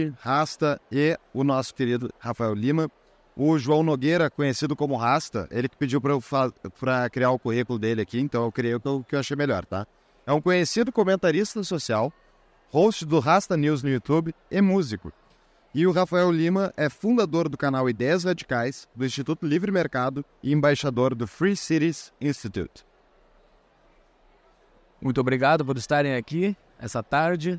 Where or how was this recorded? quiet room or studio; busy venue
busy venue